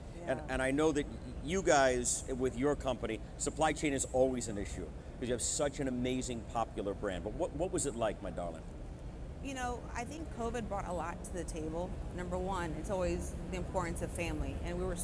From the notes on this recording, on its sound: During this interview recorded at the 2021 PCA Las Vegas Show.